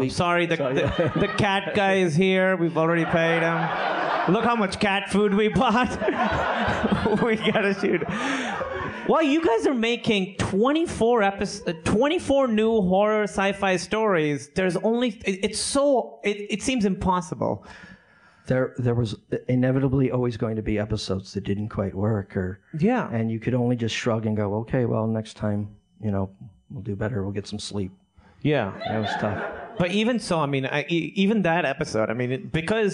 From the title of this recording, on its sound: LIVE From Cinefamily!